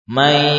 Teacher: Nun sudah masuk ke ya, namun sifatnya masih terbawa ke dalam huruf tersebut. · nun yang mengalami idgham, idghamnya tidak sempurna, masih menyisakan sifat gunnah.